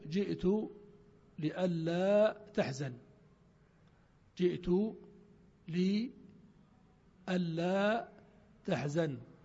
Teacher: الذي حدث أن النون أدغمت في اللام بعدها، أن لا صارت ألا، وقبلها لام مكسورة لي ألا، جئت